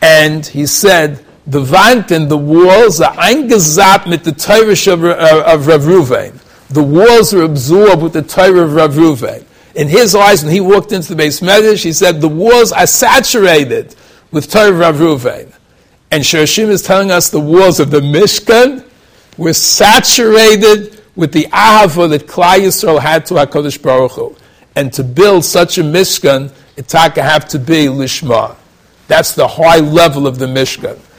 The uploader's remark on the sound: Shiur recorded in Yeshivas Ohr Reuven, Monsey, NY.